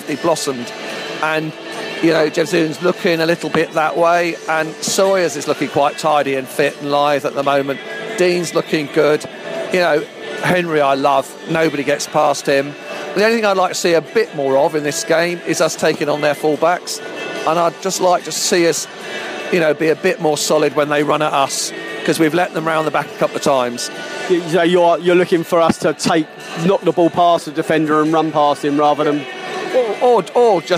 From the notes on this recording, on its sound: The Live From Oxford Podcast. Beesotted headed West this week and had to settle for a pint in a bowling alley rather than a lovely pub, but taking in the Bees’ friendly game at Oxford allowed us to watch some live footy while doing the Pride of West London Podcast once again.